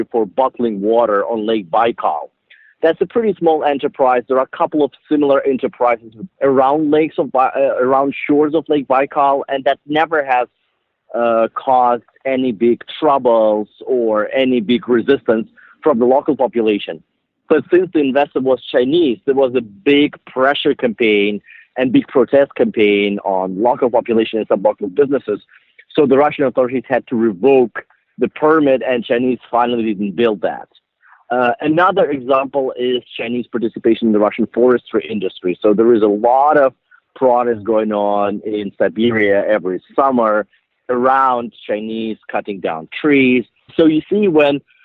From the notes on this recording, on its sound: On the phone. The episode was recorded and edited at CM Records Studio in central Moscow.